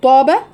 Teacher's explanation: الطاء طاب، اول حرف في اول كلمة، دي اعلى مرتبة من التفخيم